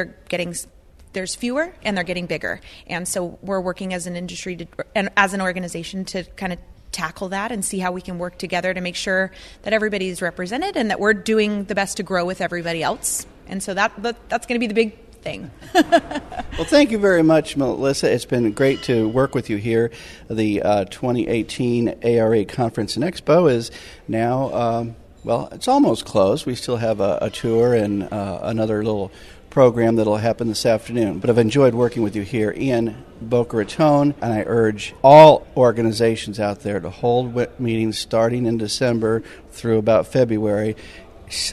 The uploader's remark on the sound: Interviews from ARA Conference & Expo